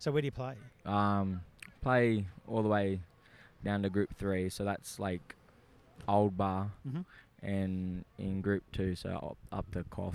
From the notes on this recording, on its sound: We speak with students 'in the wild'! We pull out the mics and have a chat to some of our yr10 ingenious students while on a field trip.